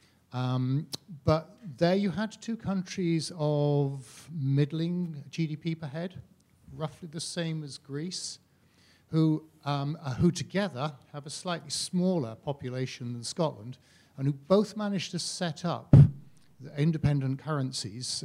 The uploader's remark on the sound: This event was recorded live on Thursday 2 December.